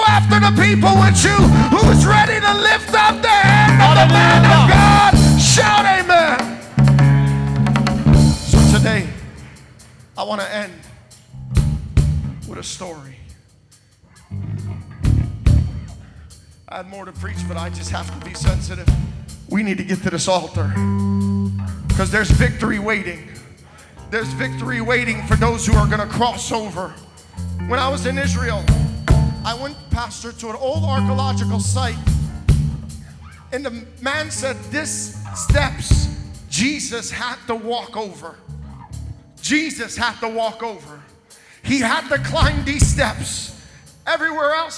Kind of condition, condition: setting, large echoing room